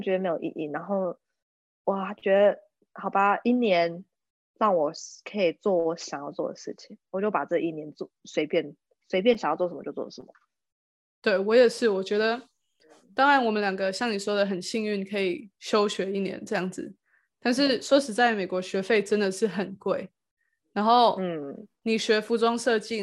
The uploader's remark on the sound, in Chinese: 我們用透過zoom用遠距的方式錄音!